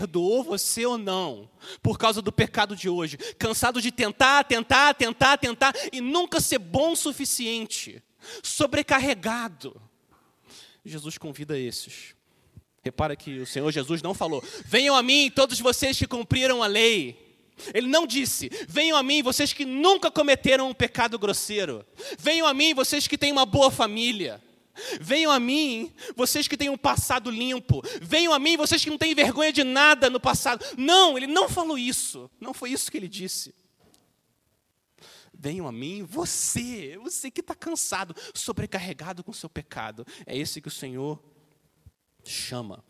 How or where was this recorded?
large echoing room